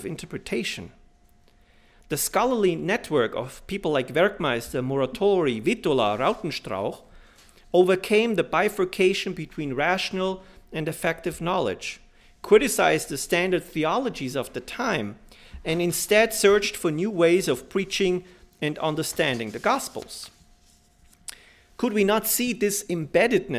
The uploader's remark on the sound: delivered this lecture on October 12, 2017 at the University of Chicago